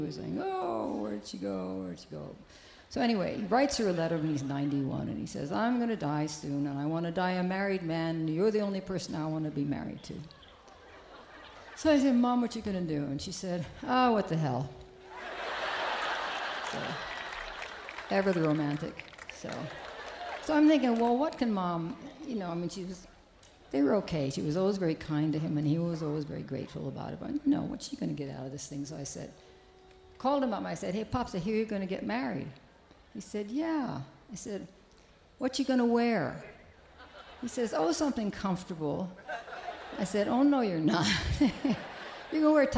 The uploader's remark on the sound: Newport Folk Festival 2009